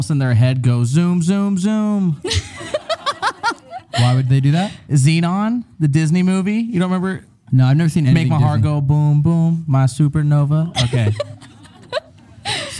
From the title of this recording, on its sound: LIVE at Haunted Farrar Schoolhouse